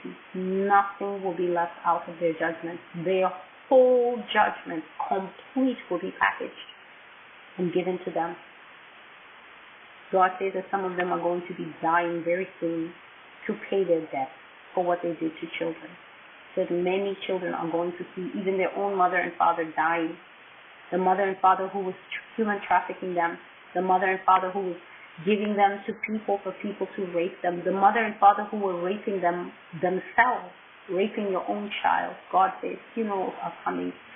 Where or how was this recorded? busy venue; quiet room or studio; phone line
phone line